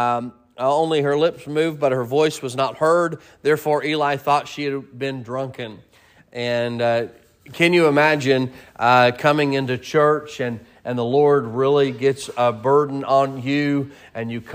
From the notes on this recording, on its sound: Sermon preached at Mid County Baptist Church